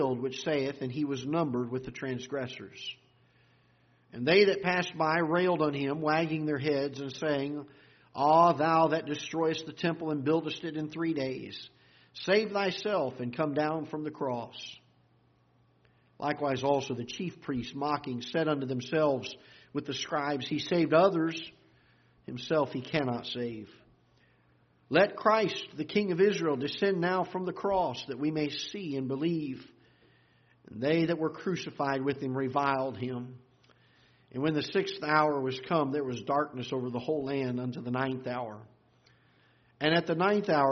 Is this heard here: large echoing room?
yes